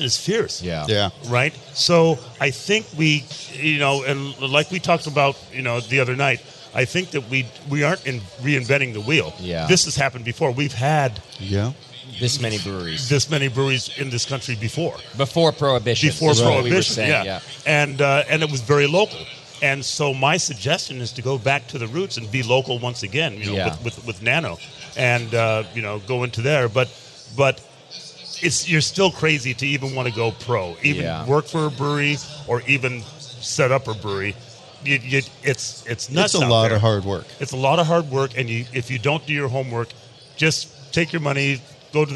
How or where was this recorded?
busy venue